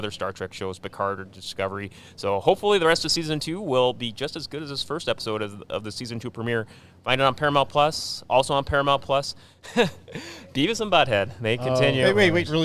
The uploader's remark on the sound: Live from Grand Forks Fairgrounds! We are live from the Greater Grand Forks Fairgrounds!